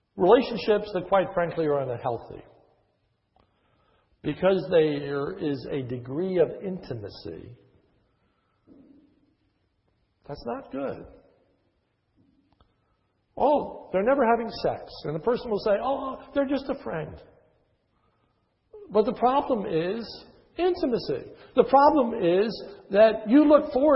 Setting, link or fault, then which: setting, large echoing room